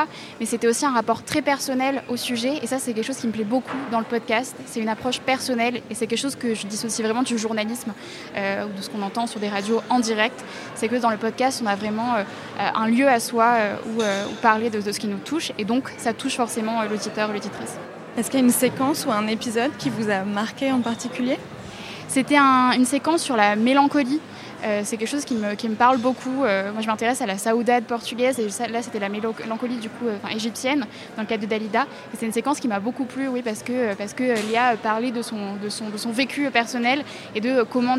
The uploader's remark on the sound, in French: Longueur d'ondes 2024. Rendez-vous des passionnés de la radio et du son, ce festival fêtait cette année son vingtième anniversaire. En arpentant les couloirs du Quartz, la scène nationale qui accueille cet événement célébrant le son sous toutes ses formes.